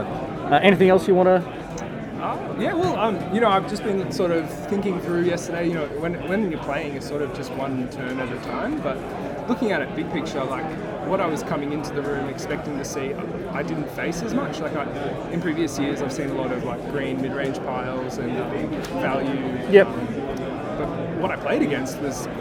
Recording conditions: background noise